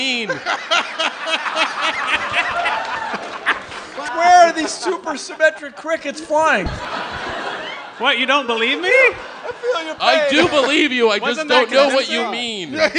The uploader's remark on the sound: StarTalk Live